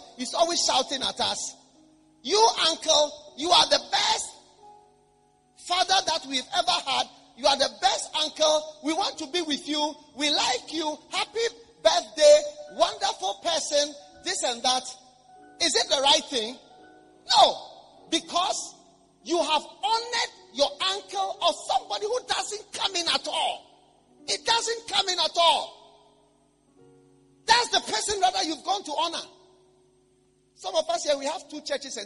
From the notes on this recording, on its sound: Preached at the Action Chapel International, Accra.